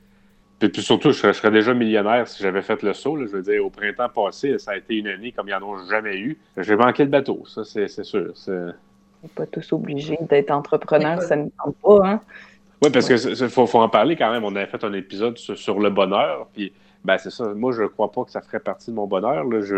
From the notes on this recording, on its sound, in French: Enregistré sur appel vocal Facebook